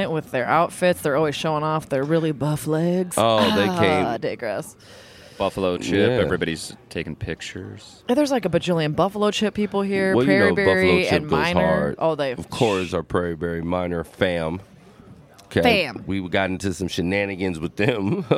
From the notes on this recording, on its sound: LIVE From Pierre 2020. The 605 Show is back in Pierre for the annual Governor’s Conference on Tourism.